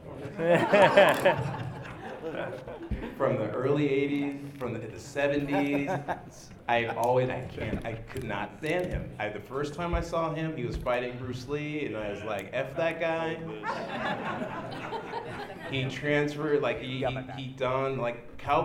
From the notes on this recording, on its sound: Live From L.A. Comic Con. Here’s the audio from last December’s Los Angeles Comic Con panel.